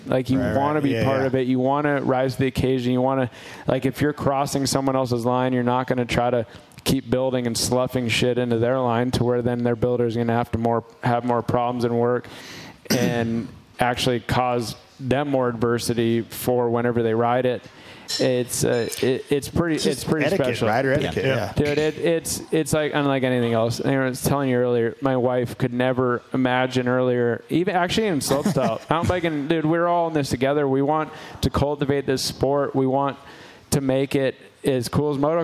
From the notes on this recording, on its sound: Pulpmx Show LIVE at the Hudl Brewery. HUDL Brewing Co in Las Vegas.